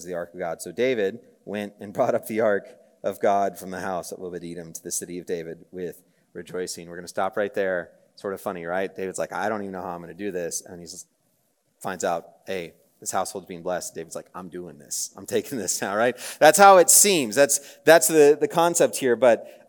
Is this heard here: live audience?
yes